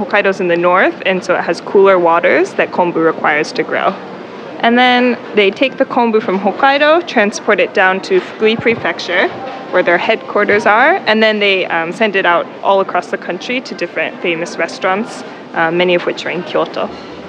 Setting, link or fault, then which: fault, background noise